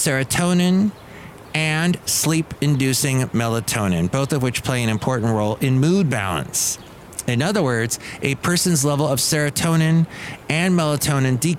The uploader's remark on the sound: podcasts live from Cafe Anyway